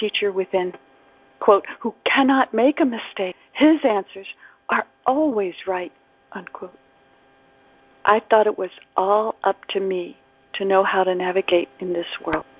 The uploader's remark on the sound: ACIM Daily Conference Call.